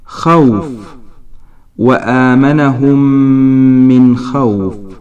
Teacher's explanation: باء المخرج الثاني للشفتين يقع ما بين الشفتين وتخرج منه الواو بغير انطباق، أي لا تنطبق الشفة العليا على الشفة السفلى، بل تبقى الشفتان متباعدتين وتأخذ الشفتان حالة شبيهة بالحالة الدائرية. · Term: الواو غير المادية